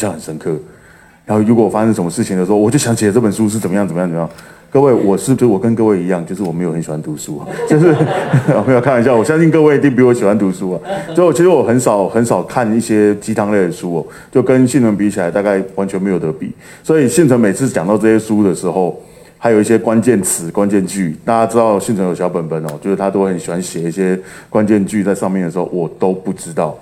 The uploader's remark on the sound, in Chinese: 本集節目取自天下文化舉辦的。台北新書分享簽書會現場錄音。